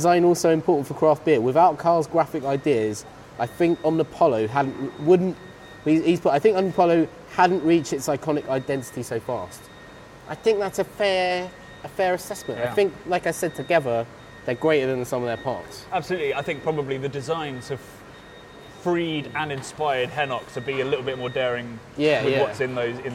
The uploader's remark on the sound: We're on location for this week's episode, as we come at you live from the Track Brewing taproom